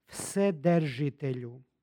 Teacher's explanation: Ovdje naglašavam taj izgovor jer srpski izgovor je svedržitelju i često dolazi do gubljenja u izgovoru ovog vokala e u drugom slogu.